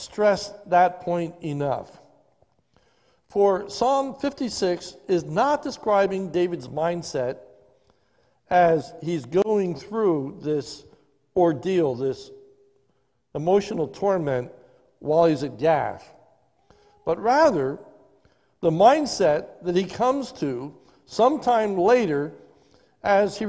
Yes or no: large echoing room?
yes